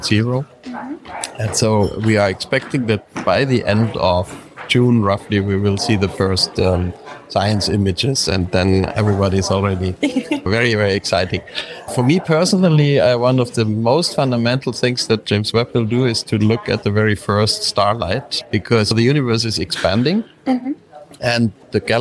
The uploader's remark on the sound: On tour in Brussels at the 14th European Space Conference in the Egmont Palace. In this format, you will hear conversations or the entire team of SpaceWatchers while being out on the road.